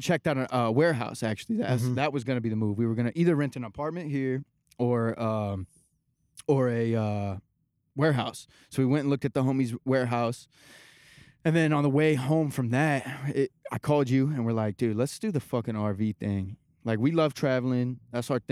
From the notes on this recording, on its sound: ON A SECRET ROOFTOP!!!! In this episode we're recording on top of a roof.